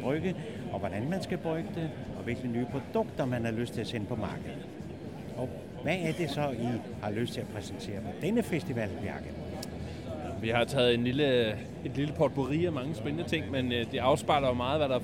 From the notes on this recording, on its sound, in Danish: Festivalen foregår i Forum i København og de to ølnørder snakker med flere danske bryggerier